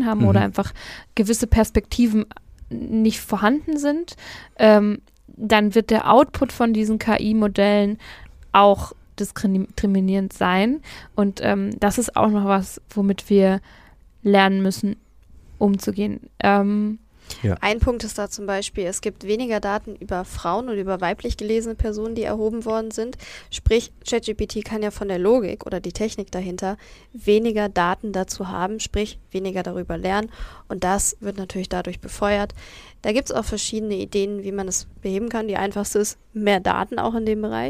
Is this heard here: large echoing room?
no